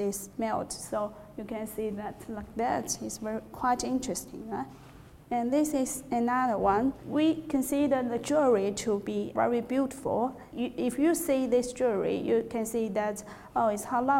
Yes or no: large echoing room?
yes